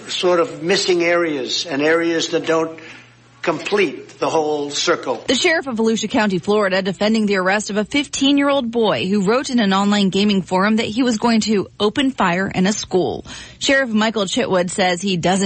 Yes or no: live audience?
no